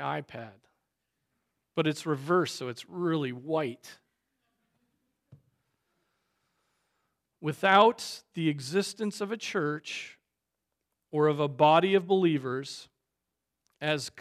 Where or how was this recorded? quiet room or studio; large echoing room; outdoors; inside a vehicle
large echoing room